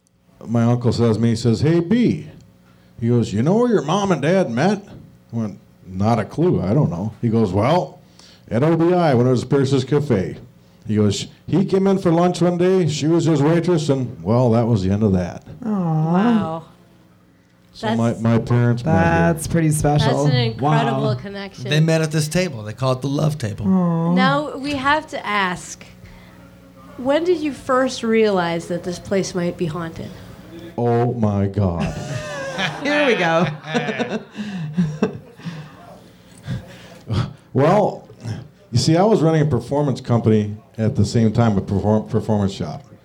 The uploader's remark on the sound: Live from the Haunted Old Baraboo Inn.